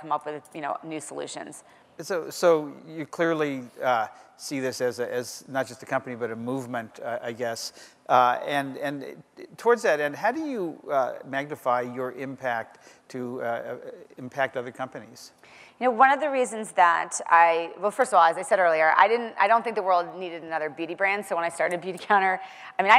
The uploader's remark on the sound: The best of live interviews from GreenBiz events.